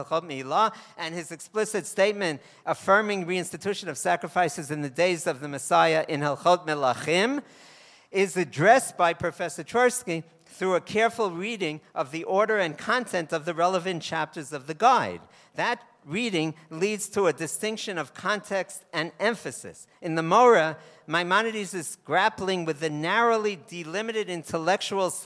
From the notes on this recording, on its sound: This most recent essay originated as a lecture at a conference commemorating the 25th yahrzeit of R. Isadore Twersky convened at Yeshiva University’s Bernard Revel Graduate School of Jewish Studies at Yeshiva University.